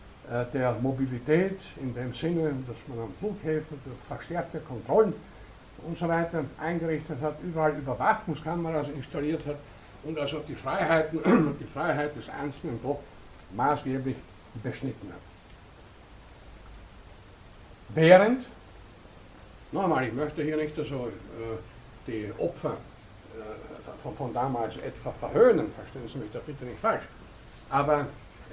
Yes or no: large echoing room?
yes